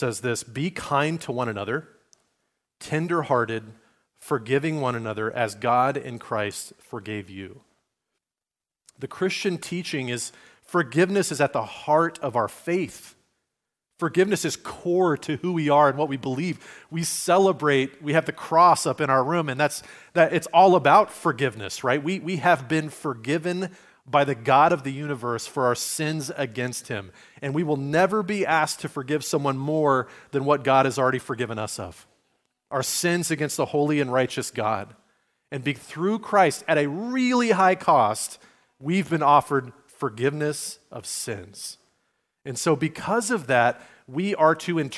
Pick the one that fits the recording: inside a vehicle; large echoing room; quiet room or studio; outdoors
large echoing room